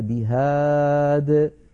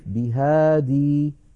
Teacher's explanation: فلو وقفنا على بهادي نقف عليها بهاد، ولا نقف بهادي، نقف كالوسط من غير ياء · Shown in: first take · لأنها هكذا في الخط.